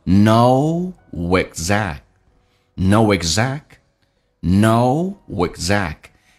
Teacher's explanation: No 跟 exact 元音跟元音之间可以连音，也可以不连。如果要连的话，不是加 w 就是加 ye